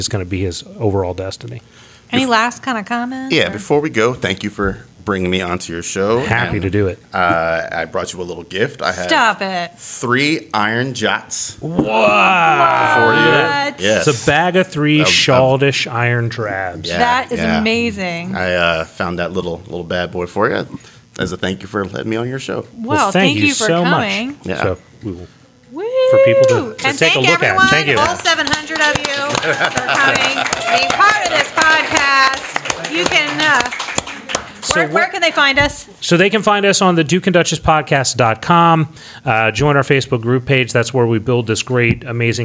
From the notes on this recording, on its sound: This episode is a live recording from Balticon 53.